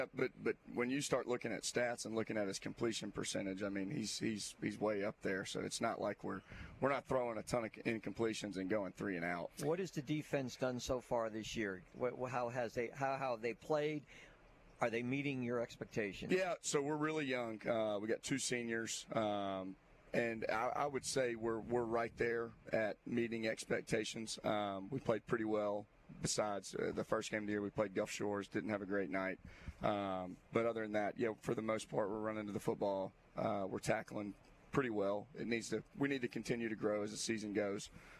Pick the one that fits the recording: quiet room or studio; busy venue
busy venue